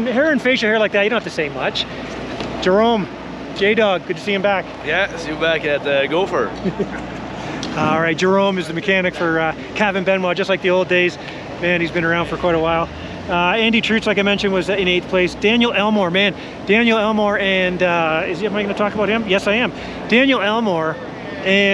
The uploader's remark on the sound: Walk And Talk - 2023 Calgary Motocross National